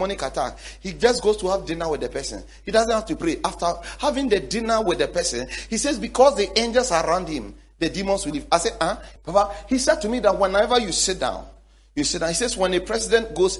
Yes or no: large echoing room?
yes